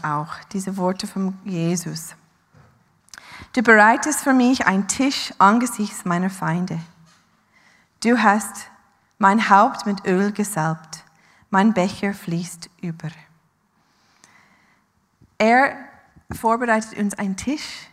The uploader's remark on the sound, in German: Live aus Winterthur der Dienstagsgottesdienst